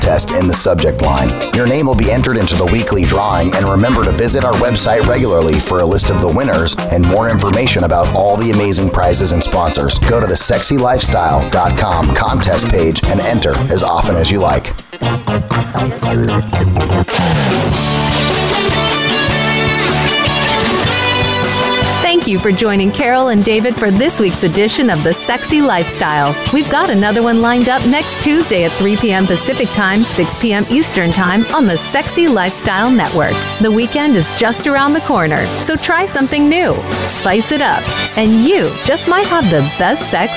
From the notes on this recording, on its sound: Broadcast on location from the Promenade Deck of the Royal Caribbean Cruise Ship. Out on the open seas.